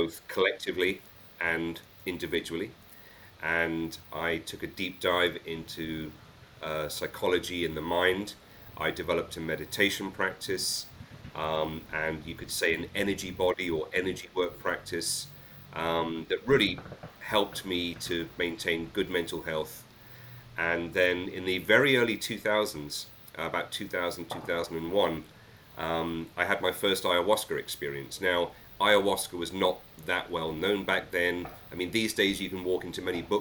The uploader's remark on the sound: I apologize for the slight background noise, as we needed to record this podcast remotely.